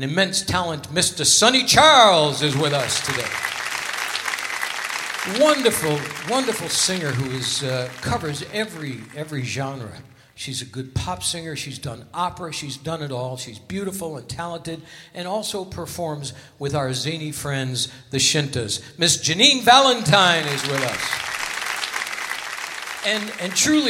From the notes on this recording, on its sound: Live at the SouthPoint Casino